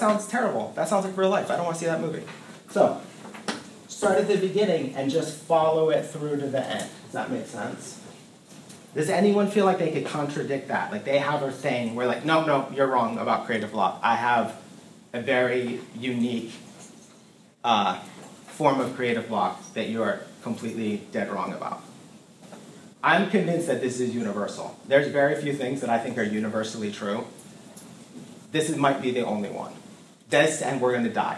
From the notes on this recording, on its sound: Recorded in Ideation + Process class at Minneapolis College of Art & Design, July 2015.